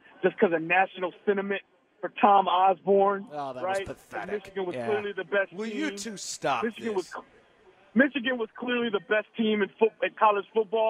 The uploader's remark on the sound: LIVE from Chicken N Pickle in the Northland